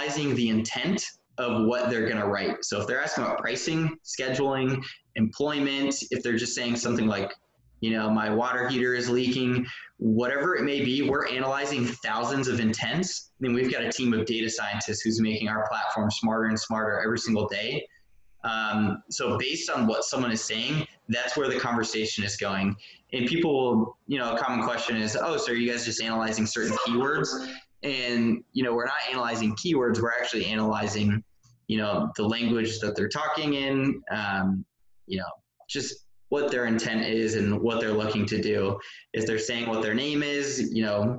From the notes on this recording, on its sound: we zoomed